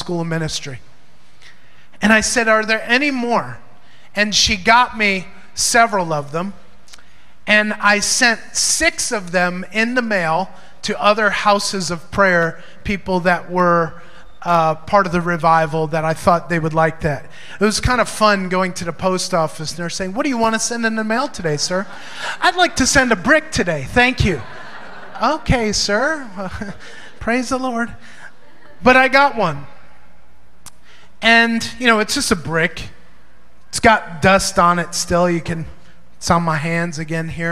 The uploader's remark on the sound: Recorded during Maranatha Family Church's (Davao) Sunday Service at FIRE School of Ministry Philippines.